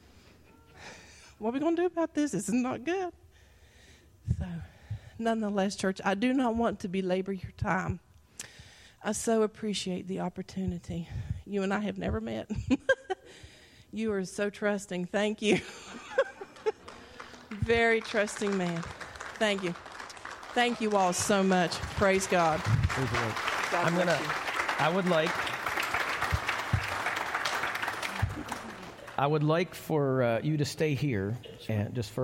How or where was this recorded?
live audience